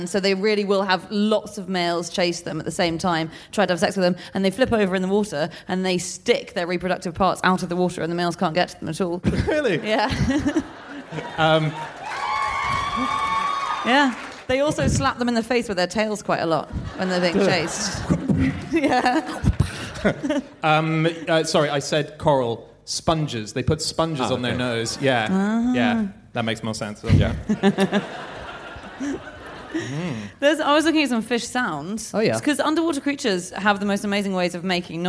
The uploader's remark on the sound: Live from Melbourne